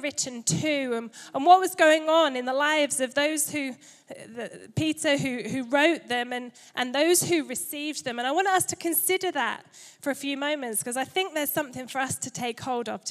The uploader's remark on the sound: Recorded Live at Life Church Lancashire.